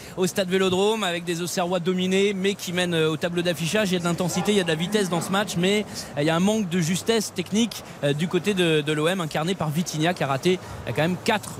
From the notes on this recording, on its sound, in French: en direct du Vélodrome